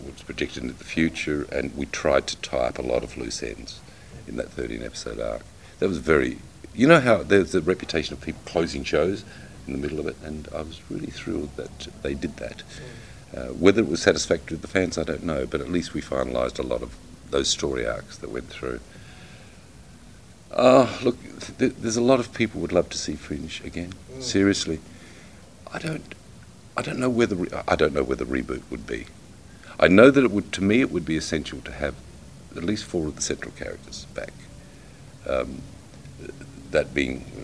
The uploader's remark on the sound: recorded at this year's MCM London Comic Con